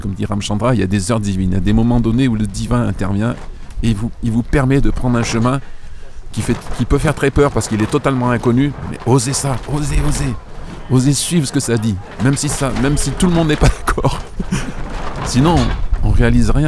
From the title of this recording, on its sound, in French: En Direct Du Bhakti Om Festival